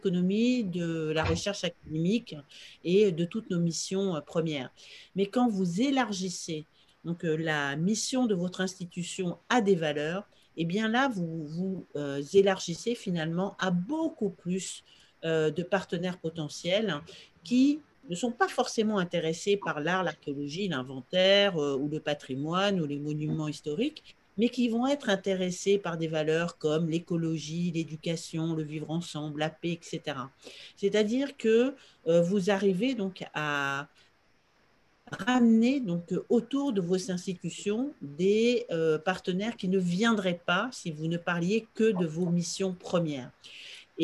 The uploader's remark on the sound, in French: Séance enregistrée le 23 septembre 2021 sur Zoom.